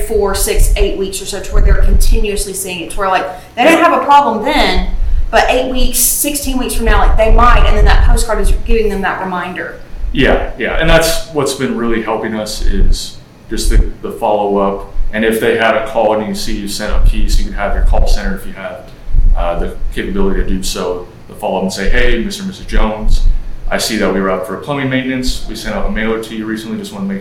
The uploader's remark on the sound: on location at ServiceTitan's Marketing for the Trades Summit in Glendale, CA